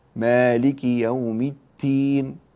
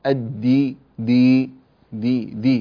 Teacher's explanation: الدال تكون أقوى من التاء، فانتبه أن تصير الدال تاء · Shown in: second take · فلا تقول مثلا مالك يوم التين، تي التي، لا الدي دي دي دي، فخم، لا ليس تفخيما، وإنما أخرجها يعني بصفة قوية، مالك يوم الدين.